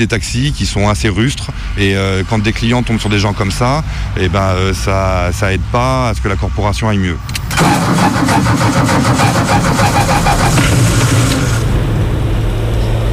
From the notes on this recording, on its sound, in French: avec un envoyé spécial en direct du Maidan